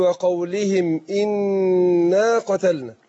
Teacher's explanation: احنا عندنا النون المشددة بتاخد غنى حركتين